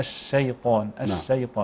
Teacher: نرقق الشين جيدا ونضع فيها هذه الصفة صفة التفشي ثم نفخم مع ذلك الطاء